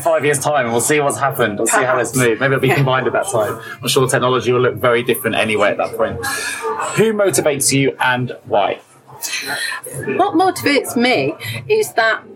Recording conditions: background noise